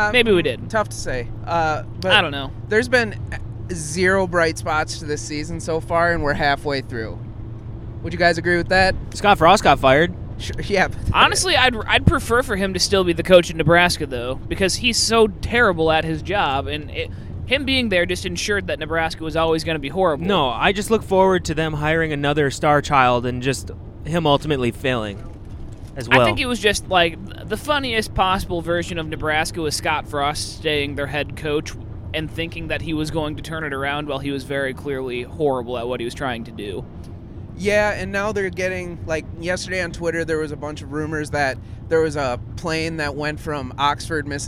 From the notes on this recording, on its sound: We recorded live on the way to Columbus